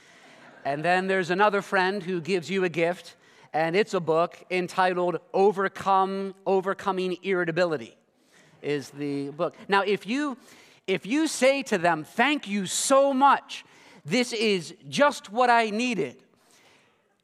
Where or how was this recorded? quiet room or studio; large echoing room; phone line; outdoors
large echoing room